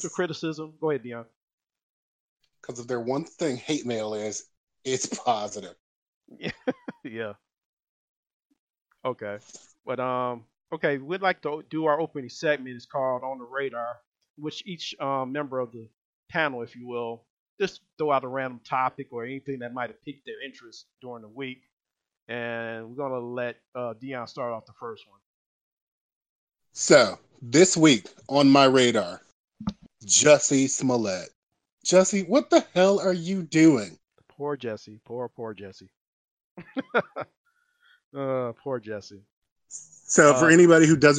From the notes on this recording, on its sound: Sound is a little low but, will improve.